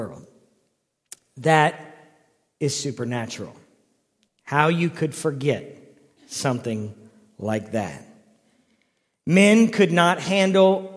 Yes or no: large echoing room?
yes